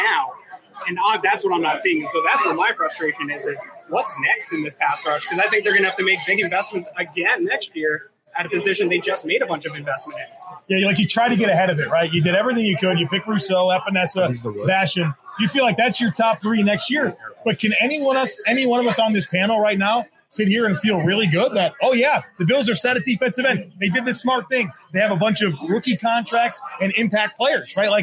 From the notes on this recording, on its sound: Live from Sonny Red's. Live at Sonny Red's in Lackawanna.